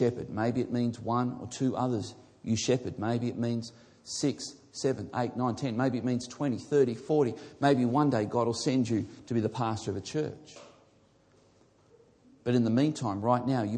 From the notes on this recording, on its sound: This message was originally recorded before a live audience